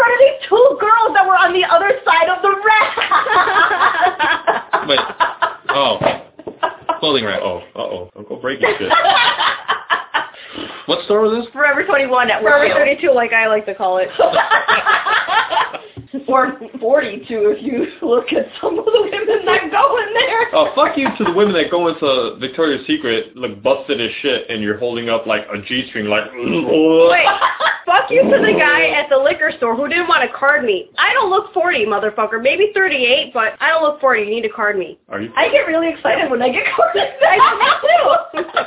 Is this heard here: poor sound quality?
yes